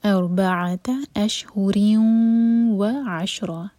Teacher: تنوین کے بعد واو ادغام غنہ کے ساتھ، دو سیکنڈس کا ٹائم. و عشرہ، را پر مد عوض عن التنوین، دو ہر کا لمبا.